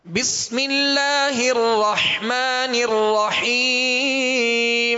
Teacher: ہا کی آواز کو واضح، ہا وسط حلق سے ادا کریں گے